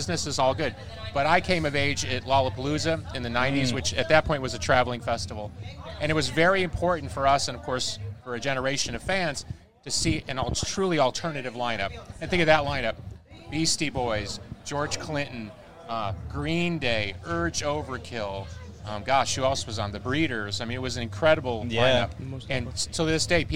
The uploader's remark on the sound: The Everblack Podcast teamed up with Heavy Mag at The World Is A Vampire Festival in Brisbane